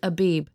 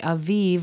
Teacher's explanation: That word Abib is the ancient way to say it, but in modern Hebrew they say Aviv with a V.